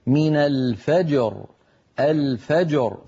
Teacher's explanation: معنا، لكن أعطيني بس لحظة، فعندنا مر معنا أيها الإخوة في الآية 87 بعد 100 من الفجر لما وقفنا عليها اجتمع ساكنان الجيم والراء، فعلينا أن نحرص على كليهما هكذا من الفجر الفجر، فننطق الجيم ساكنة مقلقلة وكذلك الراء